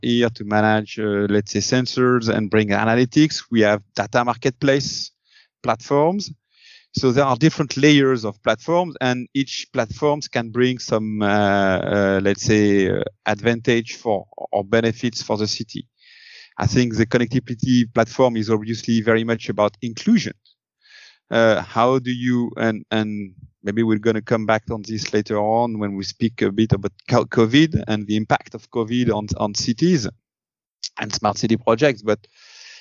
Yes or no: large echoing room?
no